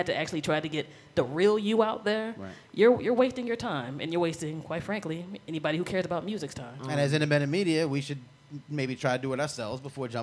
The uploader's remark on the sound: Bondfire Radio Audio Fest LIVE. During the 2015 Bondfire Radio Audio Fest.